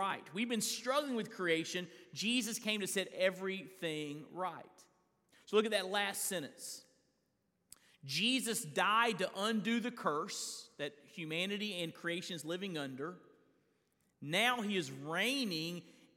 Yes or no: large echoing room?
yes